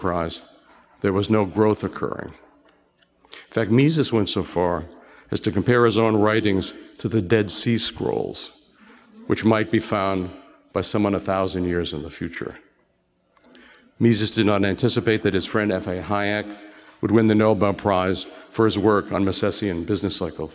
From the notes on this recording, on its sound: delivered a moving message at our event in Boston, last week.